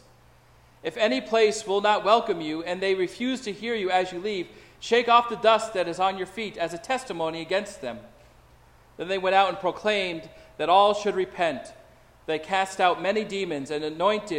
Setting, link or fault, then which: setting, large echoing room